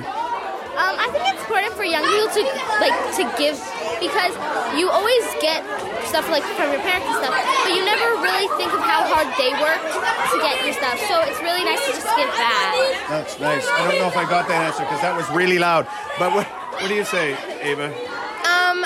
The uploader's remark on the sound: We took our microphones to the halls of the Lower, Middle, and Senior Schools during Connections Week to listen to the sounds and voices of our students raising money for our Connections Partners.